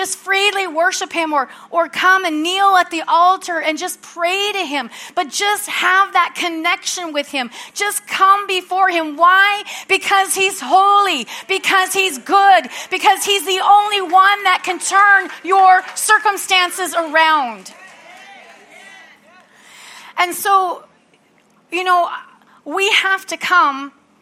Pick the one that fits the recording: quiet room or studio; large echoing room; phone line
large echoing room